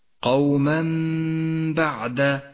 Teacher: قوما بعد، جاء التنوين وبعده حرف الباء، نقلب التنوين إلى ميم نقف عندها بغنة زمنها حركتان